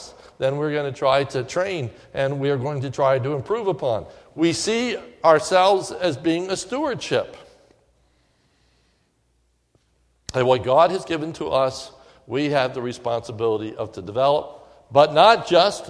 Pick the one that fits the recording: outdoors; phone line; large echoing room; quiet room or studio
large echoing room